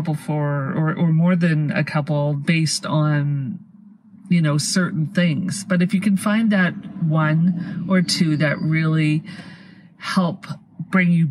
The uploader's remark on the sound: These are vehicle videos so there will be some sound in the background. Vehicle Videos(VV) are unscripted, unedited, focused videos in our vehicles ! The audio is from within a vehicle.